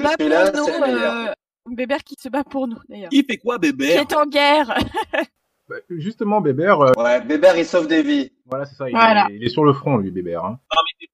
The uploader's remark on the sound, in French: Navré pour la qualité sonore du podcast il s’agit de notre premier podcast live en mode confiné.